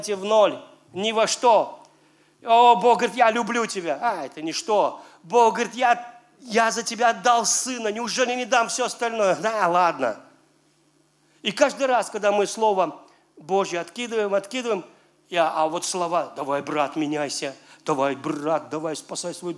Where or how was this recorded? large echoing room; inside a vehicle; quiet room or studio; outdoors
large echoing room